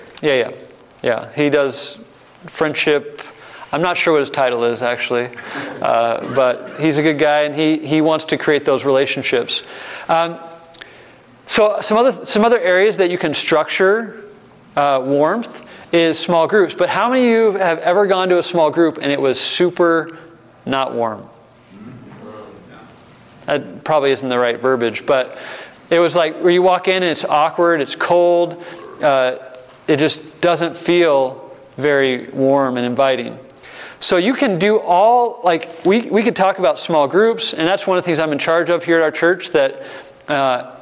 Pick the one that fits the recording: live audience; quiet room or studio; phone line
live audience